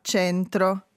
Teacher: Invece il verbo centrare alla prima persona fa centro. Con la E aperta.